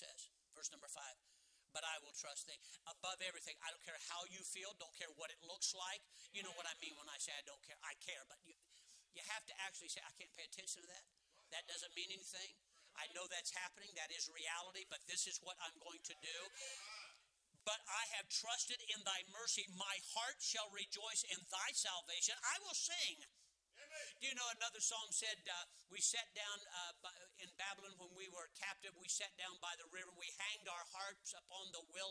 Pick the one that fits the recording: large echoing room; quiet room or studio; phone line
large echoing room